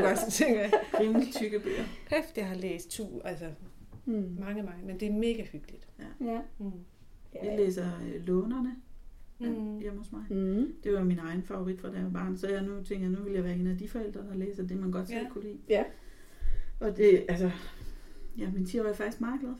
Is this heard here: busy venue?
no